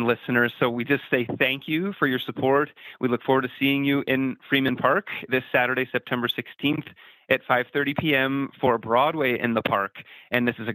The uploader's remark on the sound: chats over the phone